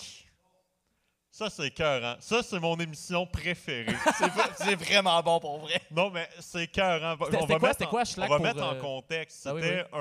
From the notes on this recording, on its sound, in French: Live au FestiPod. Le deuxième épisode live de Sans Présentation arrive au FestiPod. Merci à l'équipe du FestiPod pour la direction audio et vidéo et leur accueil!